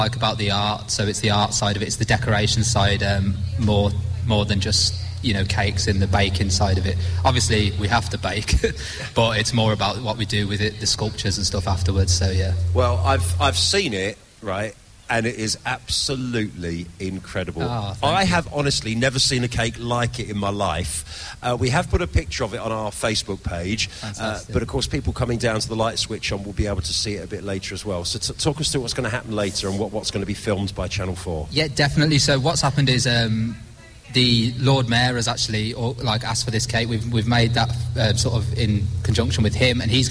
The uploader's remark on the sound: live at the Chester xmas lights